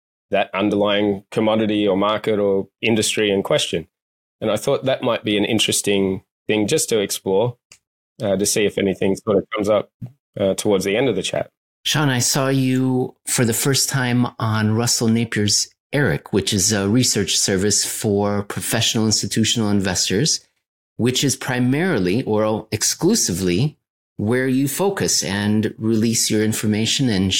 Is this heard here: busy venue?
no